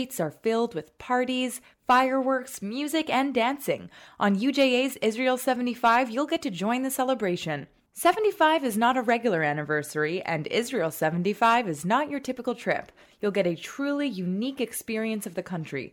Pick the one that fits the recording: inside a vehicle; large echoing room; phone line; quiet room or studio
quiet room or studio